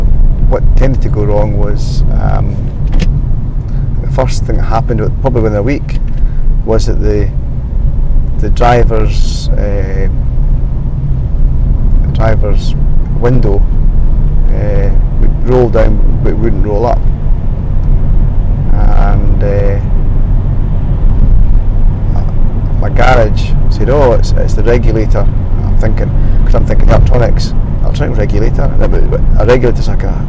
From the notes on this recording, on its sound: A Rambling Drive Into Work. Please excuse the audio quality in the episode & feel free to skip if it's too painful on the ears.